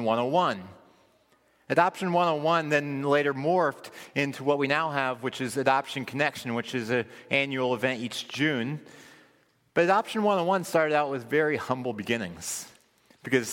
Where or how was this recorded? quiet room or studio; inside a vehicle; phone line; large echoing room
large echoing room